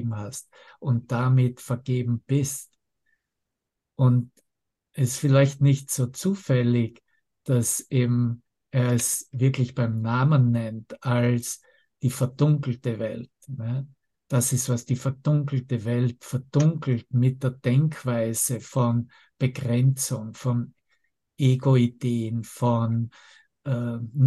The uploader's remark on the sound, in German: Zoom-Session. Veranstaltet von der Aleph Akademie.